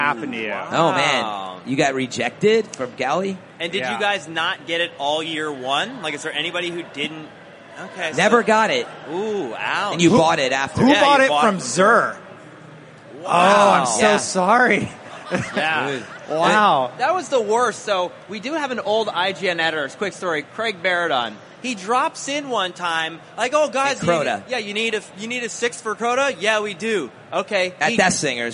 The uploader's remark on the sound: live from GuardianCon 2017